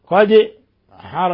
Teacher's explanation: الدال ساكنة فتقلقل لأنها من حروف قطب جد الخمسة التي تقلقل